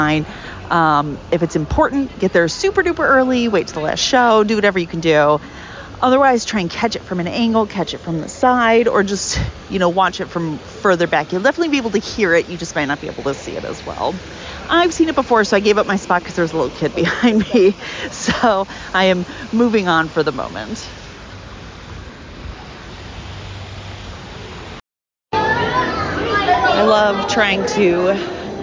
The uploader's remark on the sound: LIVE Recording at Mickey’s Not So Scary Halloween Party. This bonus episode includes the raw audio from my time at the party.